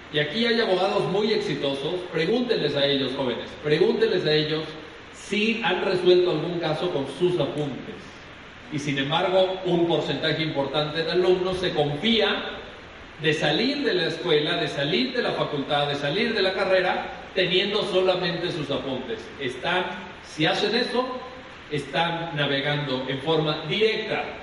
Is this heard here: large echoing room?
yes